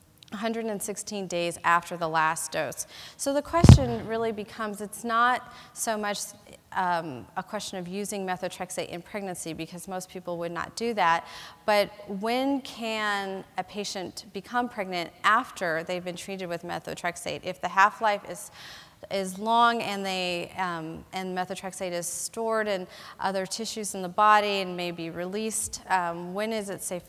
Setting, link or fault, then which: setting, large echoing room